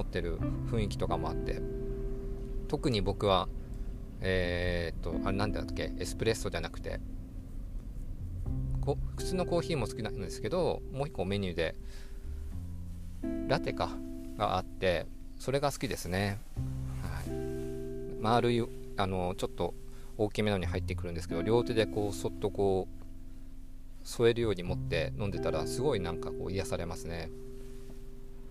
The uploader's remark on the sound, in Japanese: 運転中に眠気が・・・ 何か喋ろうと思い収録しました。ドライブに付き合って。運転中に眠気が・・・ 何か喋ろうと思い収録しました。